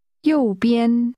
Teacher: The tones are high falling and high level.